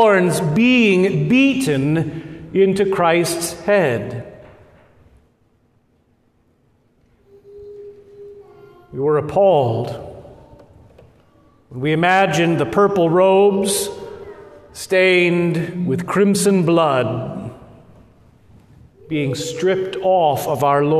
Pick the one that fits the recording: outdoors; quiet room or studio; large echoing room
large echoing room